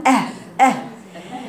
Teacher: دي مكانها هناك اقصى الحلق مع الهمزه · Term: الهاء